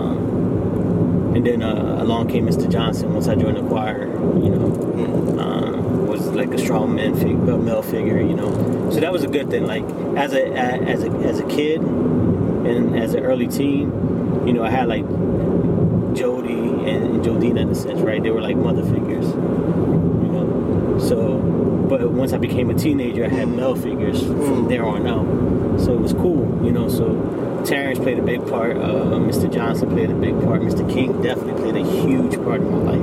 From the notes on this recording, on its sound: Were on our way to a wedding in Delaware, and I decided to record our conversation with intention of using the footage and audio sometime in the future.